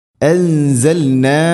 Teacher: നൂനിനെ അവ്യക്തമാക്കി മണിക്കണം ഇഖ്ഫ ബിഗുന്ന